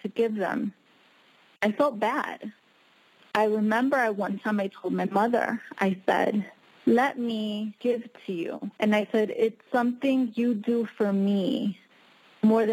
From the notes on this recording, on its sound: Conference-call based classes. We record (then broadcast) our classes.